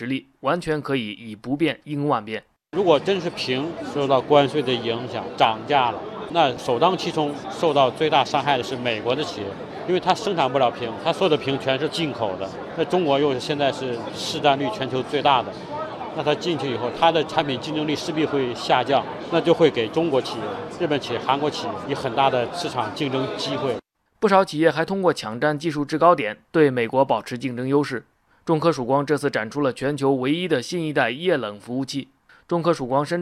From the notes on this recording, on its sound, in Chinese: 由工信部和深圳市政府主办的第六届中国电子信息博览会。在深圳会展中心拉开帷幕。这届博览会展览面积超过10万平方米。专门就此采访了现场的一些企业。